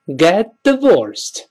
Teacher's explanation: 大家注意那个 get divorced 那个 t 中间 get 那个 t 还是失去爆破了